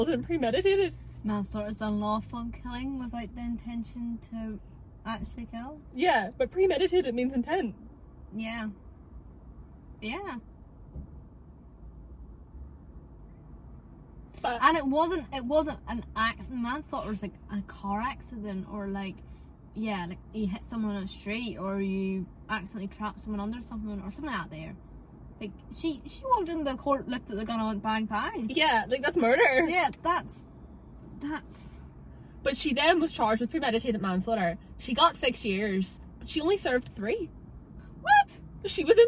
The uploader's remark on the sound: We apologise for the background noise during this episode, it was recorded remotely in the Fiat 500 and not the recording studio. We were also experiencing problems with our usual editing app and had to use another software, so the editing isn't our finest.